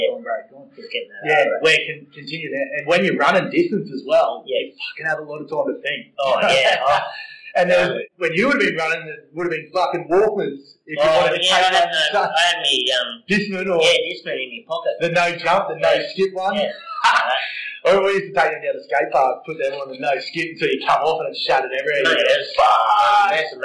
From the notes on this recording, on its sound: Sometimes things don't go exactly as planned, and that's exactly what happened during this interview. We faced a little technical glitch with the audio.